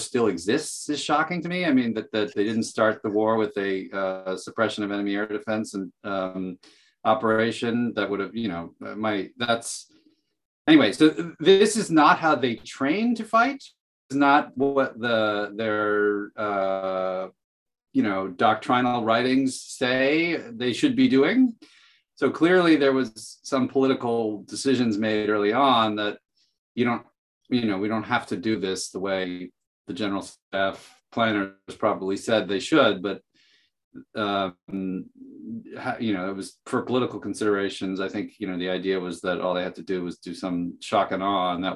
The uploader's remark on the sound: The Truth and Consequences Zoom Chat. Apologies in advance for some audio issues we had during the discussion.